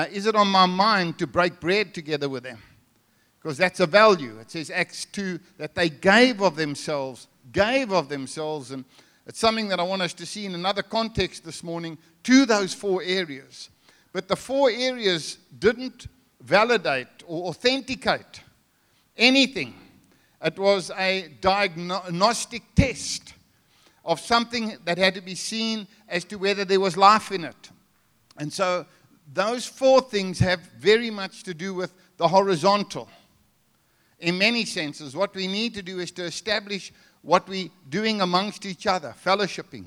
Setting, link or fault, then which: setting, large echoing room